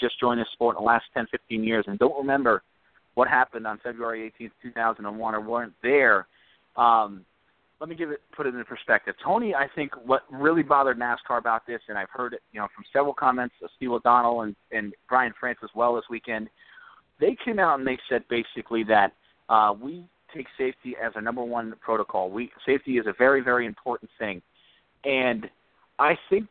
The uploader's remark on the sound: take your phone calls